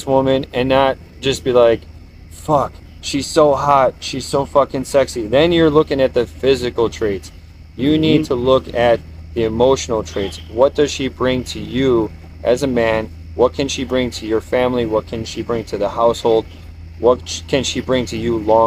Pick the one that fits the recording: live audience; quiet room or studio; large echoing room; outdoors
outdoors